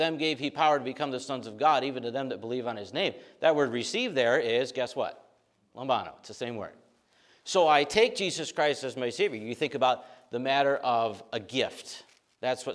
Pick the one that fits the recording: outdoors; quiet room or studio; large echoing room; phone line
large echoing room